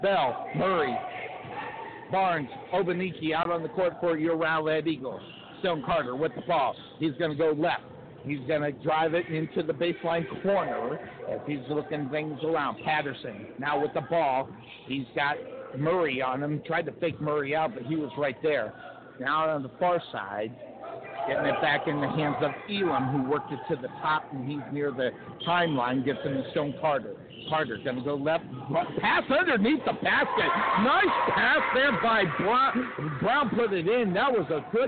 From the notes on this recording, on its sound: Rowlett Eagles vs Richardson Eagles Live From Richardson Texas - Texas State basketball Play-by-Play!